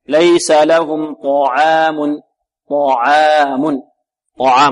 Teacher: الطاء هنا مفخمة والعين ماذا؟ مرققة